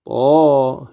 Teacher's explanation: لأن الهاء فيها إمالة كبرى كما سيأتي طه، فتمدها بمقدار حركتين ط حركتين ه مع الإمالة تمد أيضا بمقدار حركتين.